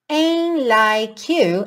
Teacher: Aqui também o T do ain't não aparece.